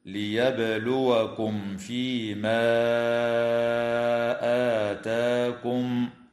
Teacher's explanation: وتمد الألف قبل الهمزة من قوله تعالى: ليبلوكم فيما آتاكم، من قبيل المد المنفصل بمقدار 4 أو 5 حركات. وتمد الألف بعد الهمزة من كلمة آتاكم بمقدار 2 حركات من قبيل مد البدل.